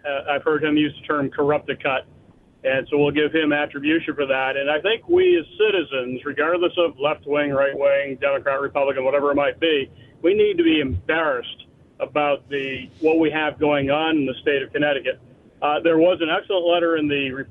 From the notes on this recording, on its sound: This hour is all RANTS, phone calls and fun!